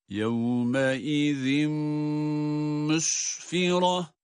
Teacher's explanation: zel harfi tenvin ile birlikte kendisinden sonraki mime idgam edildiği için · Term: idgam malgunne